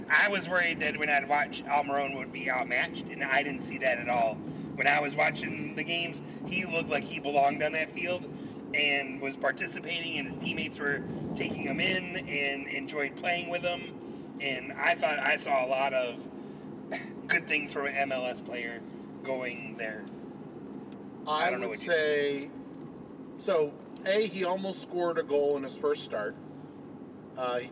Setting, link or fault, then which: setting, inside a vehicle